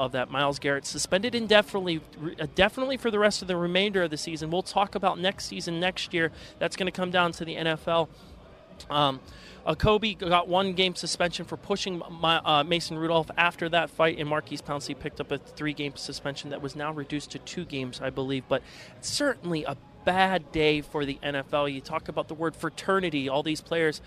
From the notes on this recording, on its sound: From the rooftop garden of Barasti